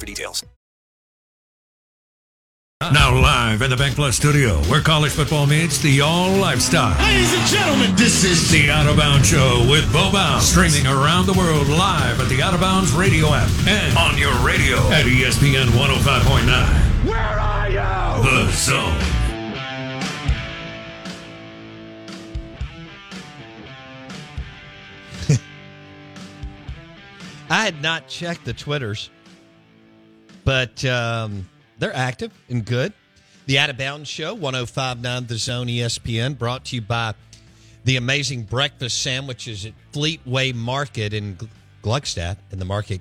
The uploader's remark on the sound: The third hour of the show live in the BankPlus Studio. Joins the show on the Farm Bureau guest line.